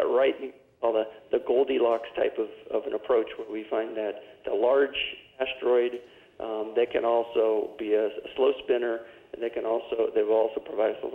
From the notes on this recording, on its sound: Teleconference. Caltech Space Challenge: Architectures for Human Exploration of Near Earth Asteroids.